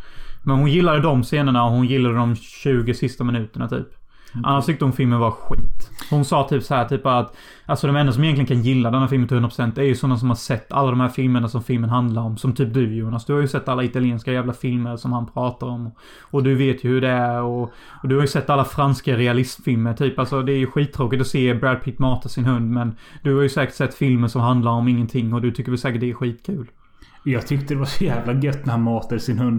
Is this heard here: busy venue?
no